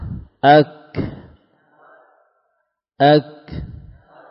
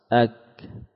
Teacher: Di antara ciri huruf kaf adalah munculnya hembusan nafas.